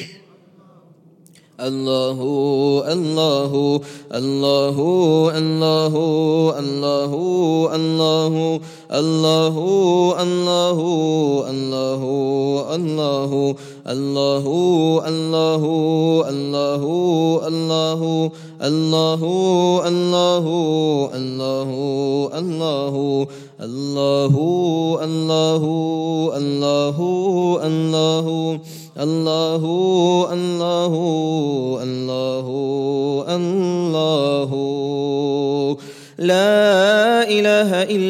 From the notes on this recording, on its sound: At the Houghton Masjid (West Street).